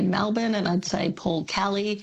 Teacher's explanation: Melbournians pronounce some E's as A's, as in …, Melbourne · Term: switching their vowels